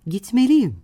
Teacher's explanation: Gitmeliyim dersek, vurgu yine li hecesindedir. Yim hecesine kaymaz.